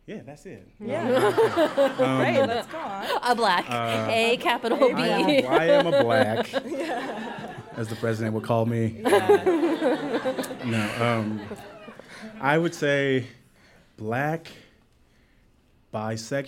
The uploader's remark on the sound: Live in New York. We did it live, onstage at WNYC's The Greene Space in New York.